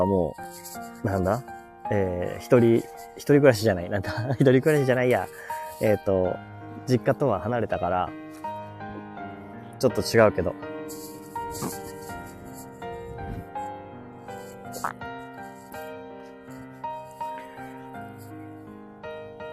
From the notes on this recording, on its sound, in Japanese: 公園に来てます！ゆっくり雑談。Live。